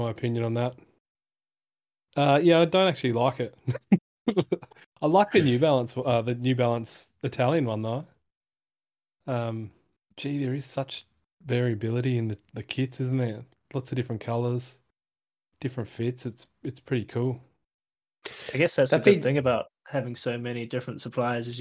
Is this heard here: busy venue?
no